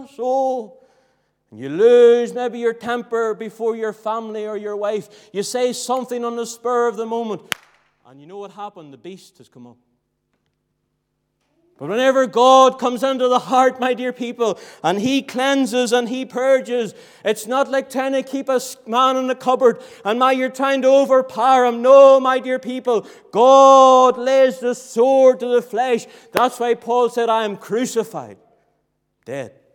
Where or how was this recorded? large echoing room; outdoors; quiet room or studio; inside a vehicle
large echoing room